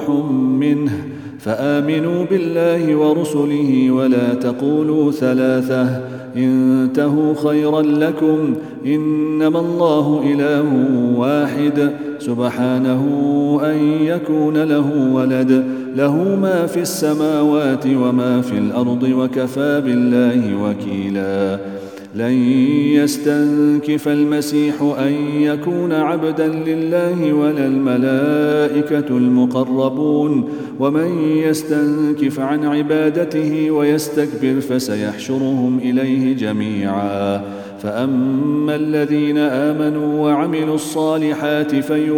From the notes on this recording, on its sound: at the Houghton Masjid (West Street)